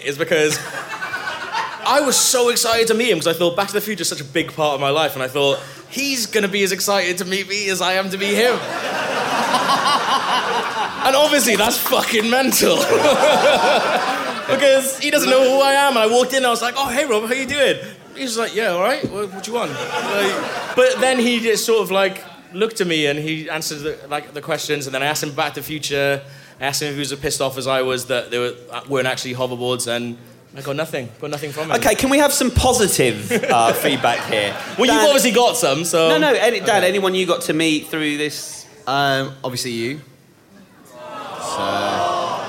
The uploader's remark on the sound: Live From London